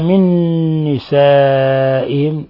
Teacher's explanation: قوله تعالى من نسائهم، قلنا إما أن نسميه مثل متماثلين وإما أن نجعله إضغام بغنى، لأن النون جاء بعدها نون، نون ساكنة جاء بعدها نون متحركة، أضغمت النون في النون صارت نونا واحدة مشددة. نسائهم مد متصل لاتصال الهمزة بحرف المد في نفس الكلمة، يمد من 4 إلى 5 حركات.